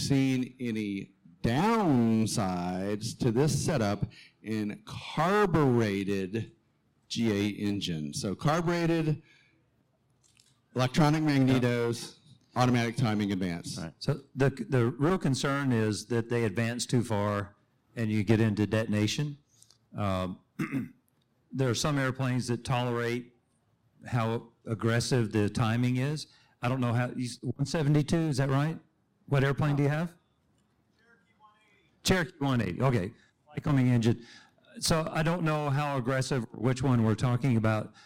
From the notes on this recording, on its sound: Live from EAA Airventure 2023, check out our second in-person show.